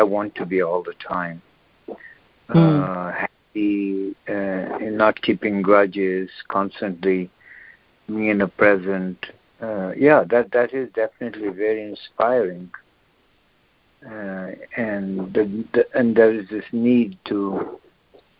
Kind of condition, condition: link, phone line